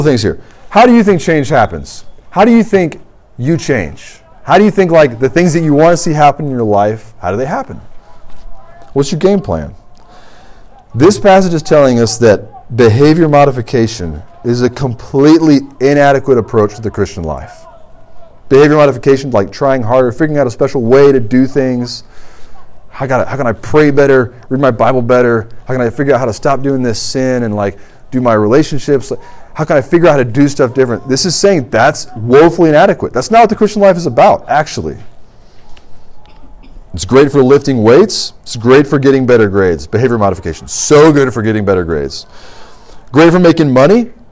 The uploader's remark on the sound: This sermon is from RUF Large Group at Washington & Lee